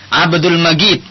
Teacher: Kalau Mesir misalnya jim itu sering dibaca ghim. Jadi kalau kita bilang di sini misalnya Abdul Majid, tapi kalau orang Mesir Abdul Majid, seakan-akan seperti huruf ghin.